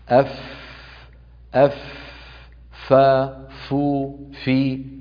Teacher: الفاء حرف من حروف العربية يخرج من باطن الشفة السفلى مع أطراف الأسنان العليا الأمامية التي تسمى الثنايا، هاتان الثنيتان من أعلى، فنضع أطراف الثنايا على باطن الشفة.